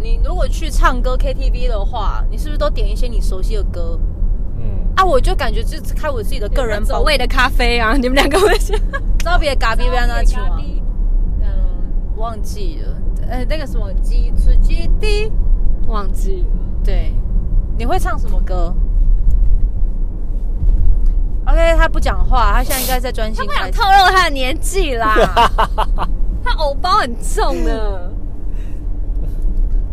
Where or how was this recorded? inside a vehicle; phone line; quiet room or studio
inside a vehicle